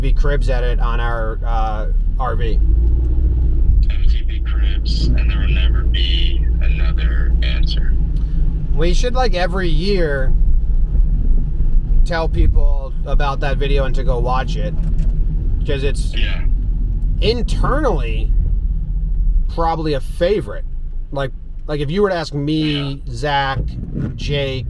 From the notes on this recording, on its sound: Apologies for subpar car audio!